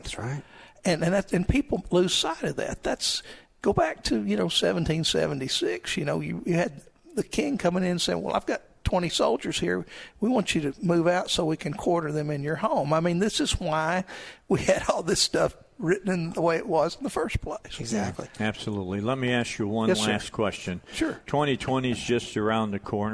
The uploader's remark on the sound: Live at the State Capitol for Filing Day